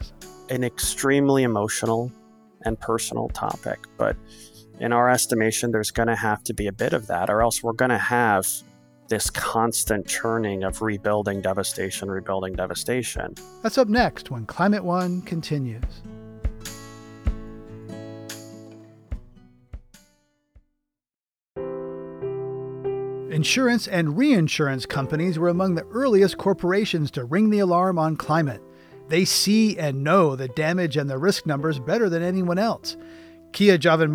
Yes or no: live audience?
no